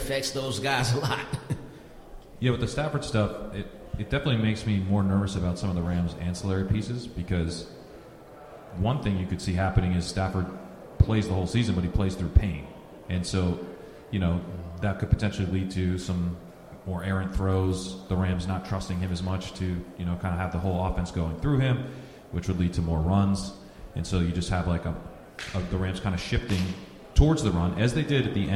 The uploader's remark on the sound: Live Audience Q&A. Appear live from the Fantasy Football Expo in Canton, Ohio. They take audience questions.